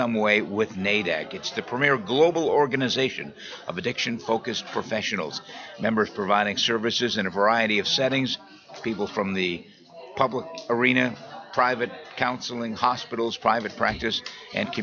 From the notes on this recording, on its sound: broadcast from the 40th Annual NAADAC Conference in Seattle, WA - September 2014